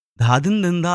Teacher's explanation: धाधिन धिंधा असं जेव्हा आपण म्हणतो तेव्हा आपण सगळी अक्षरं ही महाप्राणयुक्त म्हणत असतो